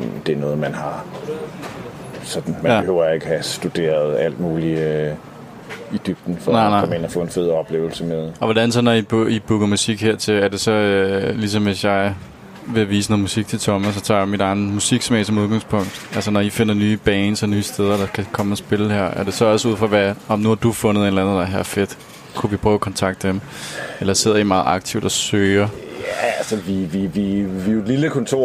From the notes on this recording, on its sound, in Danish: Absalon Radio Besøgte Alice i den første uge af Jazzfestivalen 2021. Vi blev lukket ind i den hyggelige gård ved Alice hvor de i år har rykket festivalen ud under åben himmel.